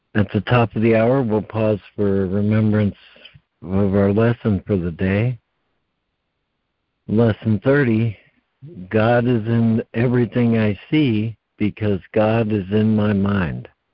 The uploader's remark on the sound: ACIM Daily Conference Call